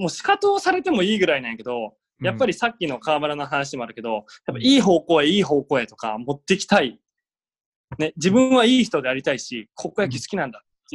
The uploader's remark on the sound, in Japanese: 今回はzoomによる収録です。